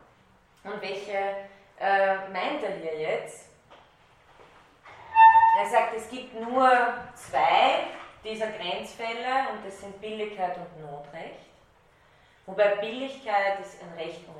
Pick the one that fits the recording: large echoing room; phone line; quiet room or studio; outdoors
large echoing room